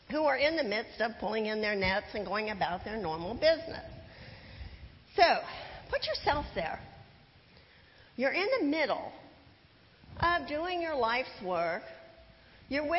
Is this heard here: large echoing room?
yes